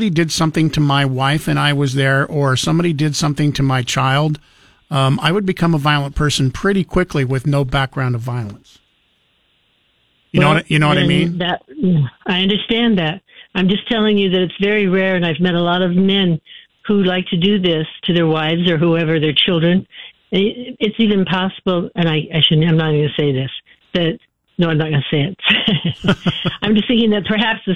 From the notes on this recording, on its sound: Open phones Friday